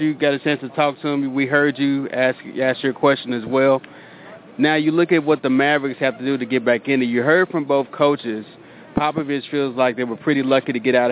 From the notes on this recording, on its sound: Live from San Antonio. Live from the AT&T Center in San Antonio.